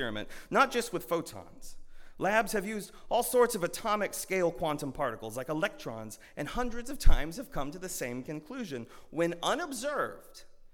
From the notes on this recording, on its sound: at Northminster Church on January 19, 2020.